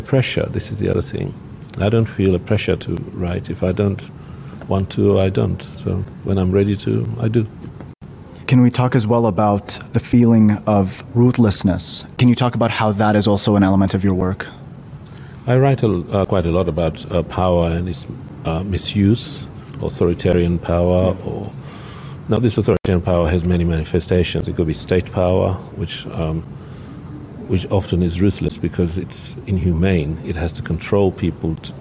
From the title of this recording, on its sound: Pulse Live at SIBF 2021